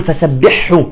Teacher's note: بعضهم يأكل الحاء نهائيا ويقول فسبحه